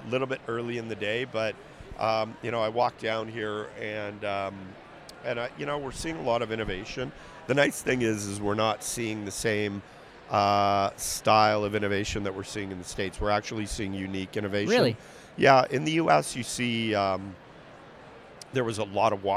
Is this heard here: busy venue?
yes